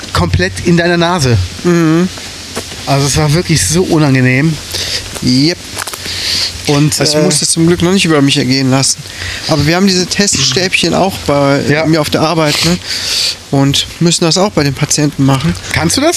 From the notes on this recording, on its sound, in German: DVP on Tour: Sturm macht die Aufnahme schlecht. Es wurde immer windiger. Trotzdem hauen wir diese Folge raus, die soundmäßig nicht die Beste ist, aber von Herzen kommt.